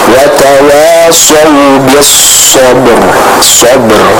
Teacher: huruf ra juga kita baca dengan tebal